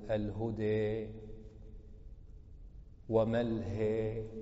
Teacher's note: يجوز لك أن تميل الفتحة، وإذا أملت الفتحة أملت الياء · Term: إمالة الفتحة